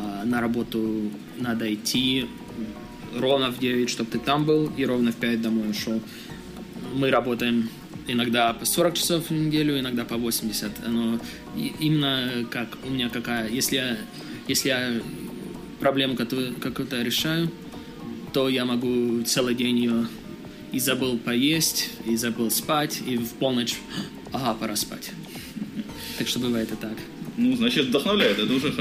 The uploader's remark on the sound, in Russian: Этот выпуск записан на конференции XPDays в Киеве.